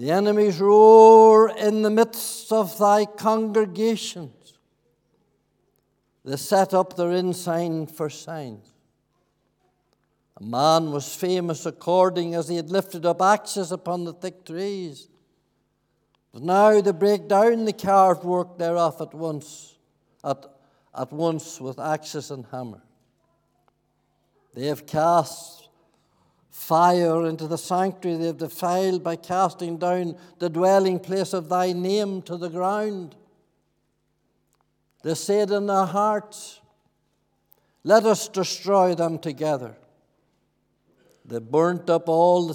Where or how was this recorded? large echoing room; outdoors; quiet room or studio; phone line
large echoing room